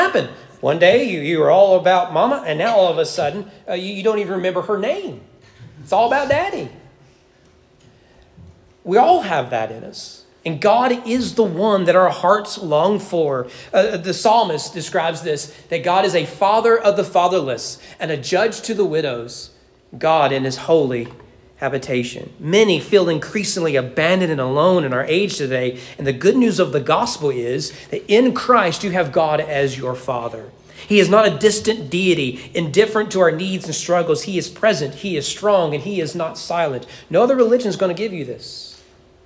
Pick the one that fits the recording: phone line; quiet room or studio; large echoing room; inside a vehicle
large echoing room